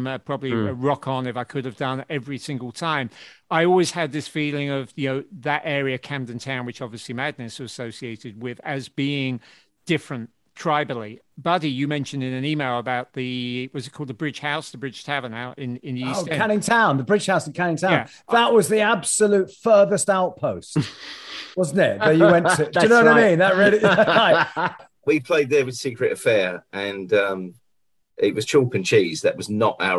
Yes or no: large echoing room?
no